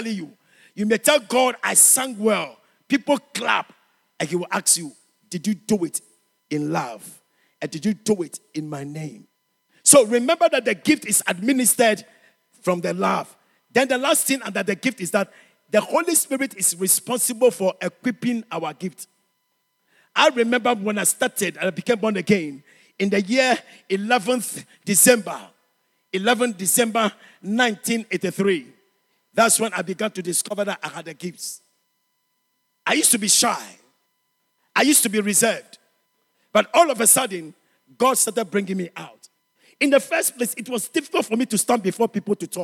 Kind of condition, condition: setting, large echoing room